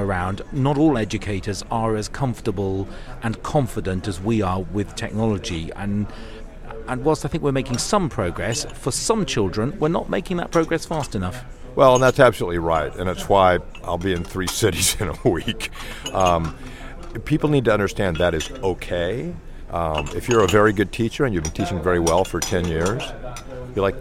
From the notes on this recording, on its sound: From another of our Live OB Pop-Up Radio Stations, this is WEICT Radio. We produced and powered a live broadcast at 7pm on Thursday 2nd July reporting from this the 17th West of England ICT Conference. Used our new PRO School Radio product at the event to produce the show.